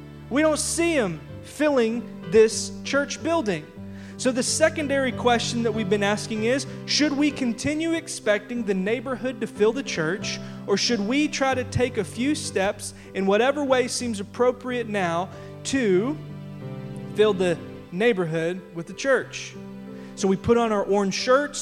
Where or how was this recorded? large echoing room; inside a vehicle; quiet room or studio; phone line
large echoing room